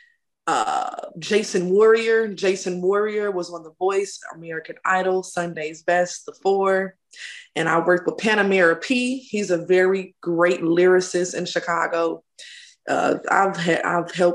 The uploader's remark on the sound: full zoom interview